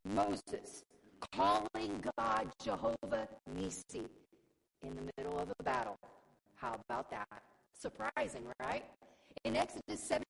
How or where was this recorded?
large echoing room